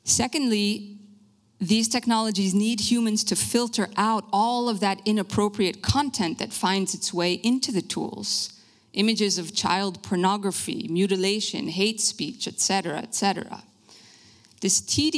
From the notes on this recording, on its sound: Lecture at Denkwerk Festival. De Lindenberg.